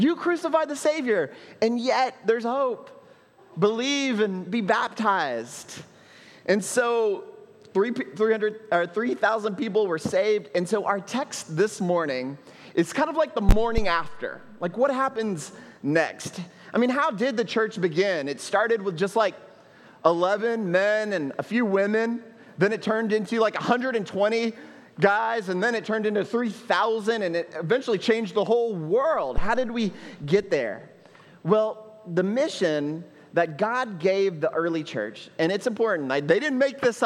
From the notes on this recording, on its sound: at Trinity Church, Puerto Rico